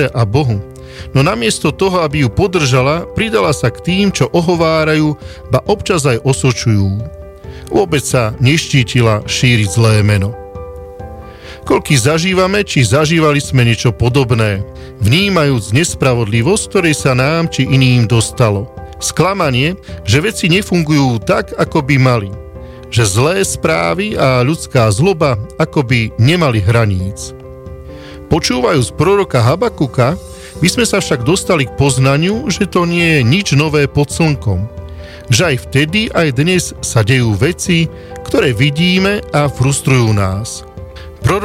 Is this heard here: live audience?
no